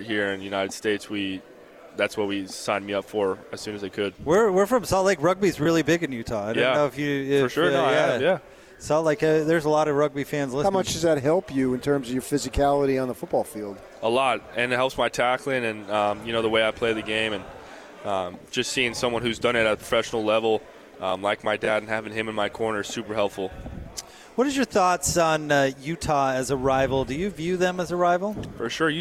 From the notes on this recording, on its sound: LIVE from Pac-12 Media Day in Los Angeles, CA.